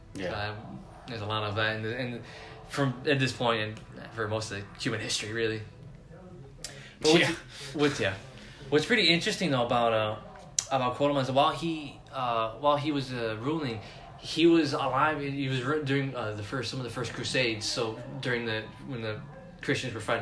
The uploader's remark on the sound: This episode was recorded off of a phone.